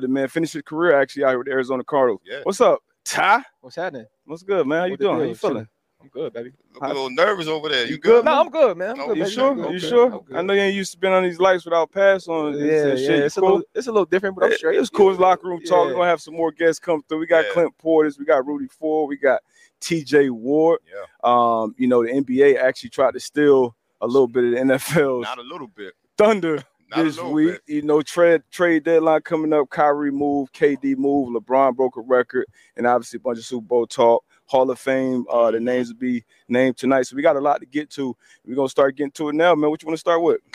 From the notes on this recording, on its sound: Live from Media Row at the Super Bowl